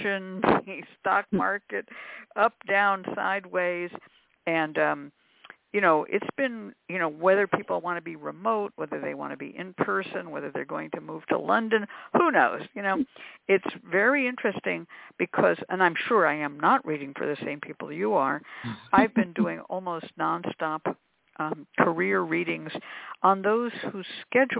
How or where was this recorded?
phone line